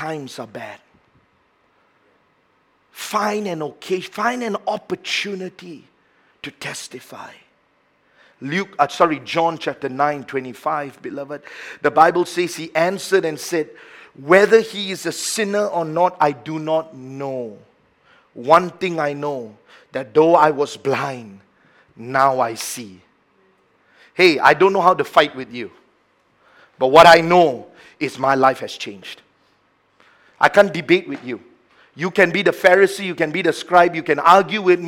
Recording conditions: large echoing room